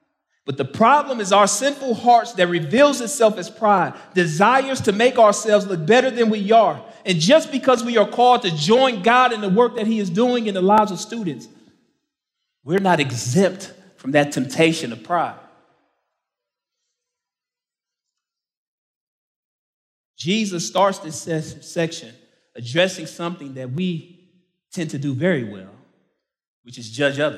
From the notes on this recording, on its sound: main talk from the 2023 Rooted Conference in Franklin, TN